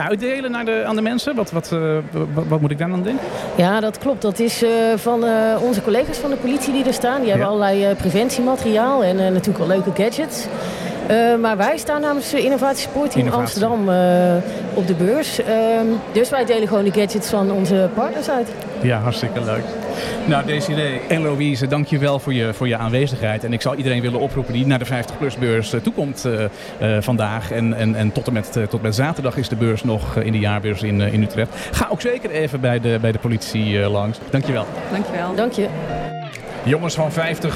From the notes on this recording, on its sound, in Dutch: live vanuit de bruisende ambiance van de 50PlusBeurs in de Utrechtse Jaarbeurs